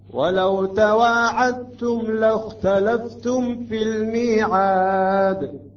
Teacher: هنا أحد المواضع الدال تدغم في التاء · Term: الإدغام المتجانس